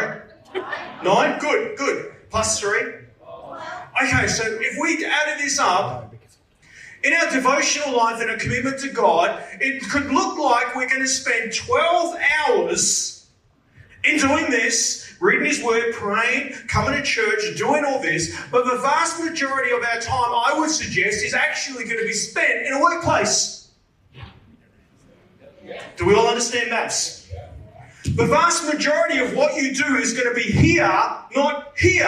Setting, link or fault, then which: setting, live audience